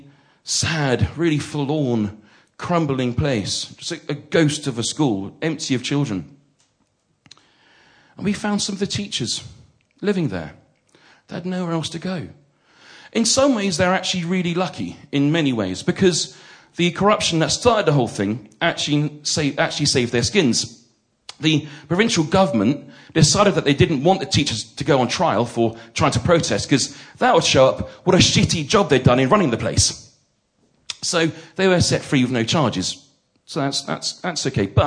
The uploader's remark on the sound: The first of three live recordings from our Tragic Beginnings live event which took place at the Hackney Attic on the 17th January 2014.